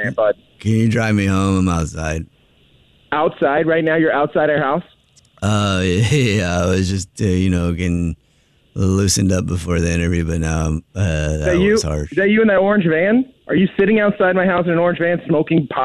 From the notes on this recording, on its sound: Phone Prank